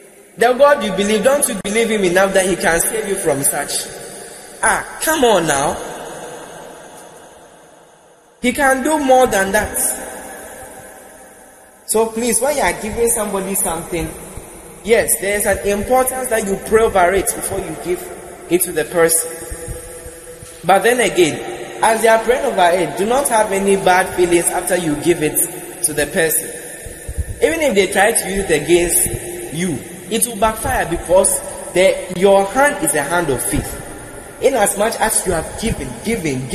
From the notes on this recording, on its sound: Preached at The Praise Experience Praise Night 9 Service, LIVE at the Love Arena Church, Accra - Ghana.